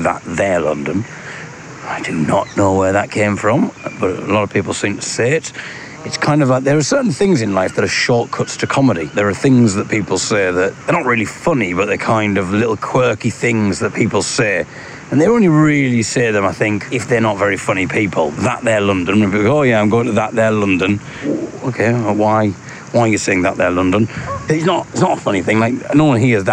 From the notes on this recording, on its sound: Here’s a little audio blog from The Regent’s Park in London, in which I get accosted by a saucy duck.